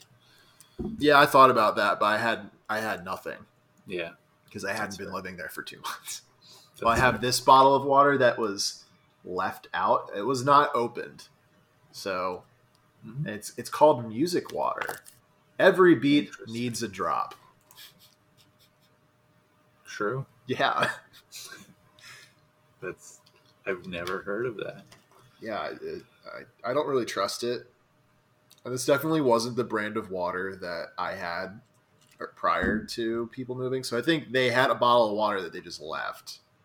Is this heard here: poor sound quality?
yes